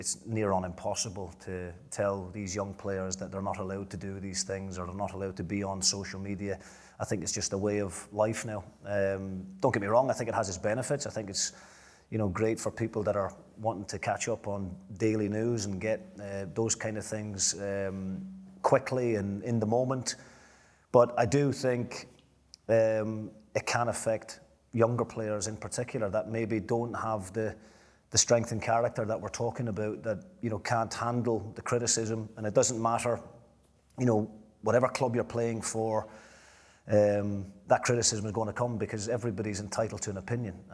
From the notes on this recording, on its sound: A live Q & A event. At DC Thomson HQ in Dundee.